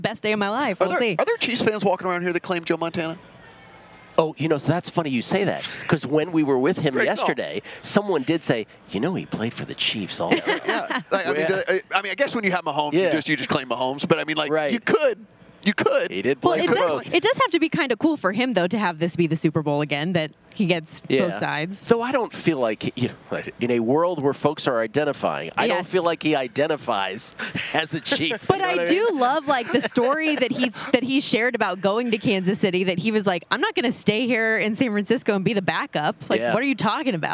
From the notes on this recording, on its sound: Broadcasting live from media row.